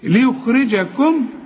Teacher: والراء هنا أكثر رقة لأنها مكسورة